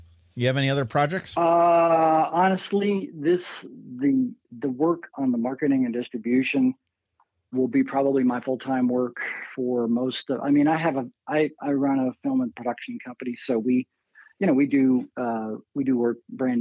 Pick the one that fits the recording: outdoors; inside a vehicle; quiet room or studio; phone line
phone line